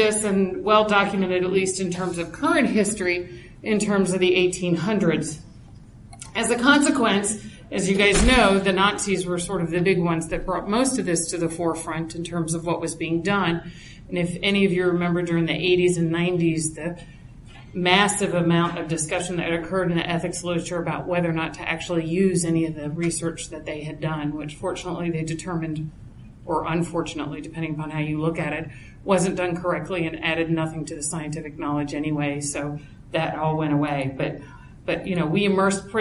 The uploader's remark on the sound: This address was originally given at CBHD's 2015 Annual Conference, Science, Research, and the Limits of Bioethics .